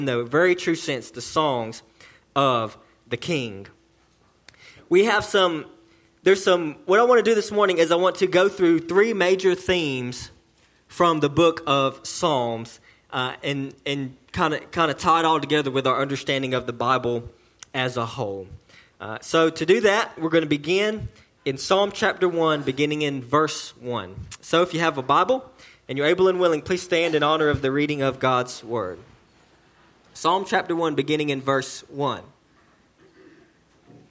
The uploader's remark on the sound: sermon delivered to Cottondale Baptist Church in Eastman, GA on 2/3/19 AM